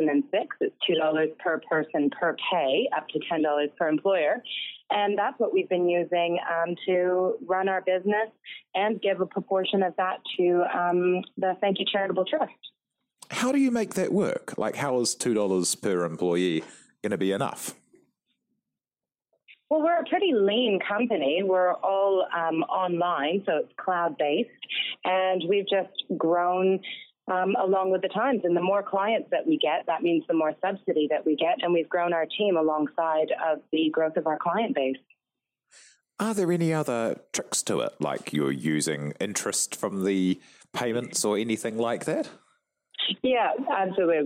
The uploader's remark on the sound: Note: Apologies for the sound quality. This episode was conducted over the phone.